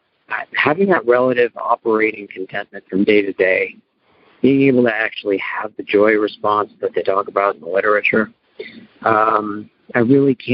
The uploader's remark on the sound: Noon Phone Speaker Meeting